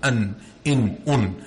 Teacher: the tanween, when you say an or in, it's as if there is a noon within that sound.